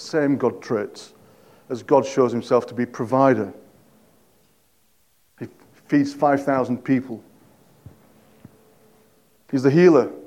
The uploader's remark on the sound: At King's Church, Cockermouth, as an audio file.